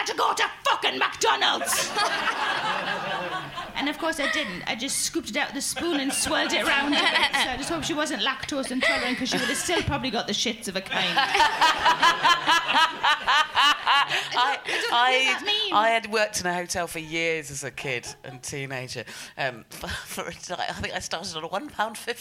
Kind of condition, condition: setting, live audience